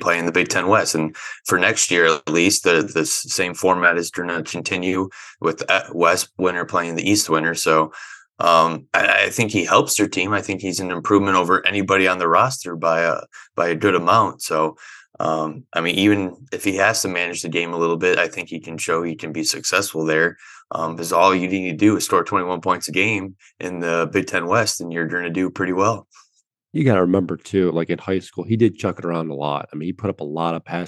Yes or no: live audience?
no